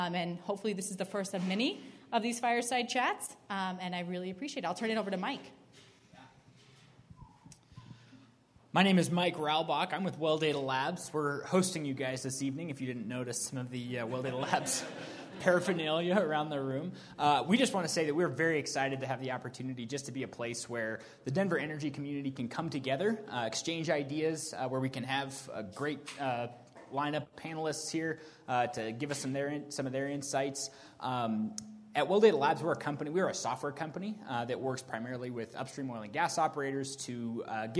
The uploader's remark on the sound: This Panel Event was hosted at Well Data Labs on 11.